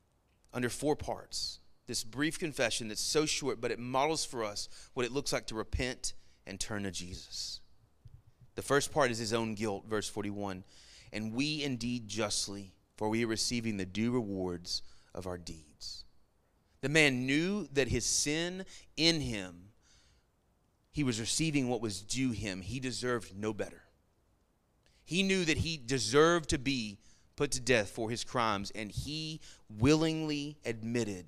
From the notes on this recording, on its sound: Sermon Audio from our Worship service